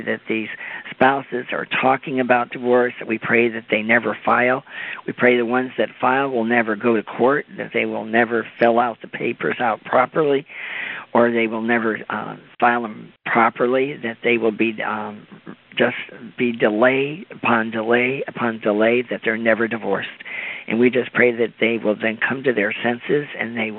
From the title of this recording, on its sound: CONFERENCE CALL